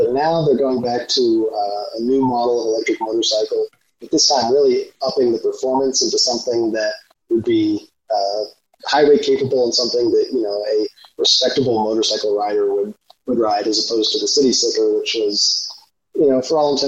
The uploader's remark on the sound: Apologies for the sound quality on this one.